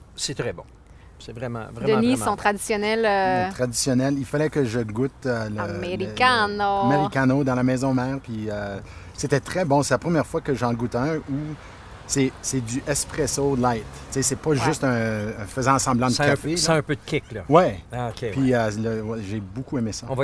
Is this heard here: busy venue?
yes